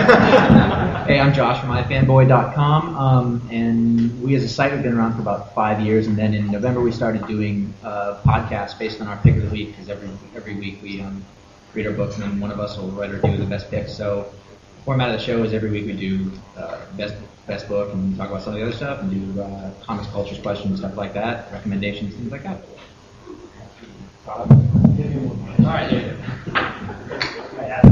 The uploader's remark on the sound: The complete audio recording of the Comics Podcasting Panel on July 23rd at the San Diego Comic Con.